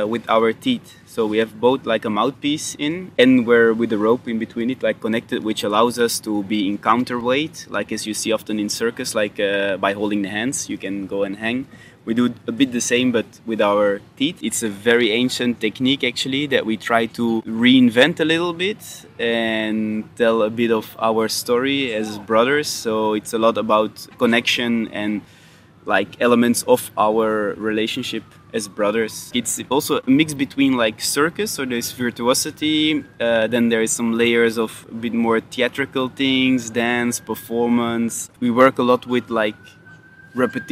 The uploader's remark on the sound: I talked with both brothers after their Czech premiere at Letní letná just in front of their small tent in the heart of festival.